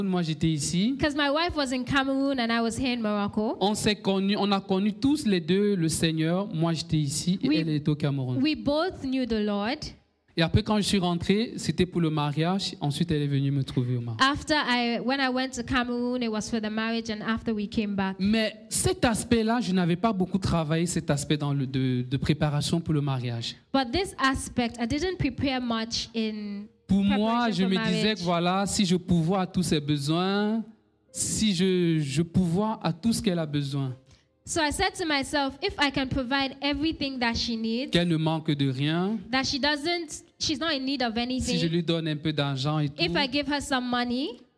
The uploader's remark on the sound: Preached during Joyful Hour Sunday Service